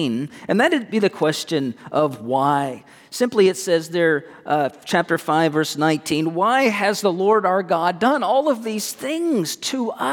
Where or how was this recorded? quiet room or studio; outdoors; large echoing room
large echoing room